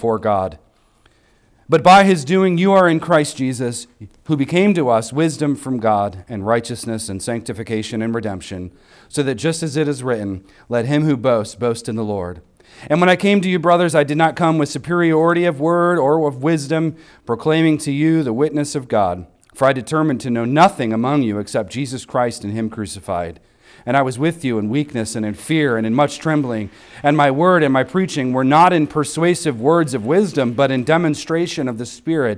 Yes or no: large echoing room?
yes